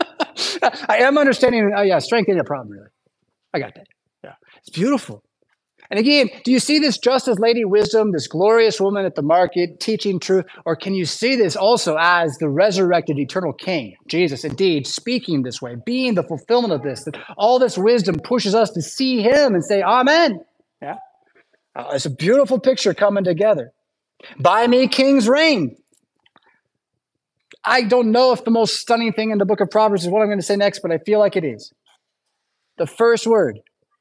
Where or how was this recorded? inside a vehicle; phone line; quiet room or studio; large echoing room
large echoing room